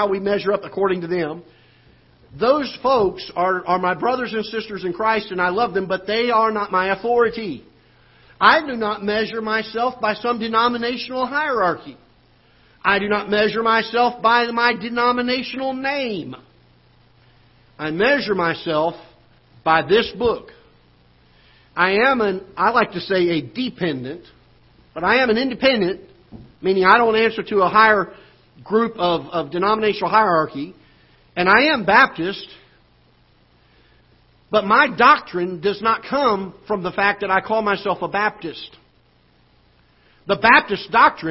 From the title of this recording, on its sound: Ketha Heights Baptist Church ~ Live Broadcast